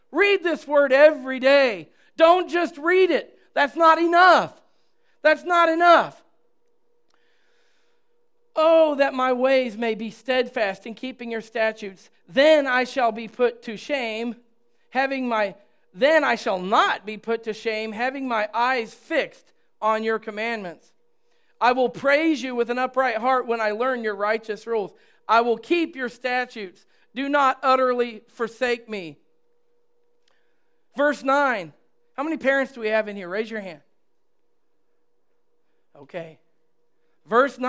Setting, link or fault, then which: setting, large echoing room